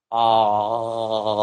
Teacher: What happens when you do that with ah? Ah, there's a kind of constriction in the throat